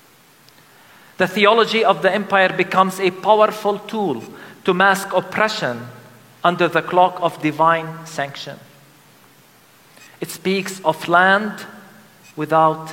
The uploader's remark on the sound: The sermon was delivered during a special Christmas service called "Christ in the Rubble: A liturgy of Lament". At the Christmas Lutheran Church in Bethlehem.